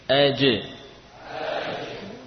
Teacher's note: bagian tengah lidahlah yang menjadi asal huruf jim ini, dengan kita tempelkan ke langit-langit.